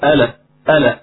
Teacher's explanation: فكلمة الأرض هذه عندنا لام ساكنة، لام التعريف، ثم بعدها همزة متحركة بالفتح، فنسقط الهمزة تماما ثم ننقل حركة الهمزة وهو الفتحة إلى اللام · Term: النقل